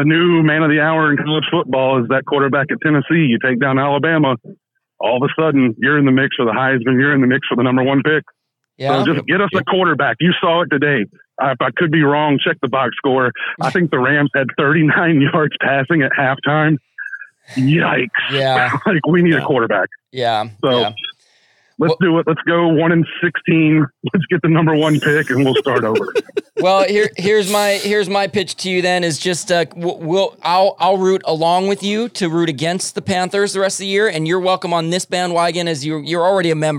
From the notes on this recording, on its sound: Live From SoFi. Via telephone from SoFi immediately after the Rams victory over the Panthers.